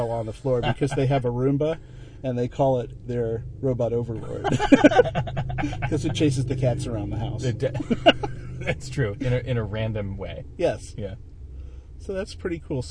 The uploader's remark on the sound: Recorded in &#8220;The Famous Blue Prius&#8221; in the parking lot of Jammin&#8217; Java. Recorded in “The Famous Blue Prius” in the parking lot of Jammin’ Java.